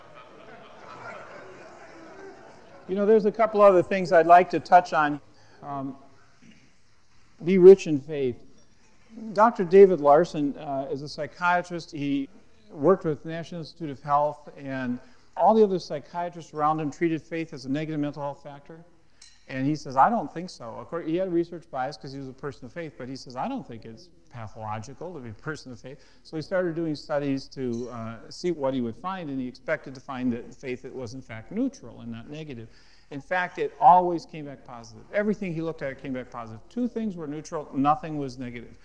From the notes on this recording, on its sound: at a Marketplace Network Forum in Boston